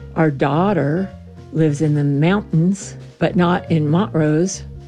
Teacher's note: Coloradoans don't pronounce T's in the middle of words.